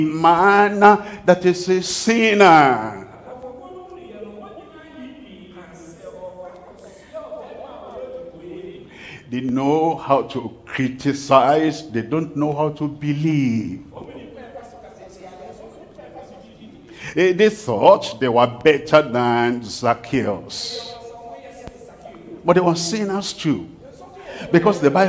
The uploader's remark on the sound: live from Accra, Ghana